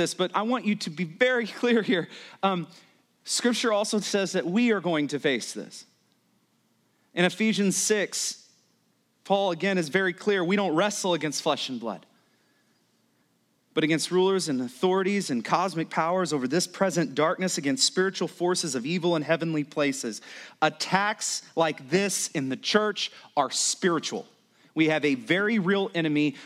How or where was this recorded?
large echoing room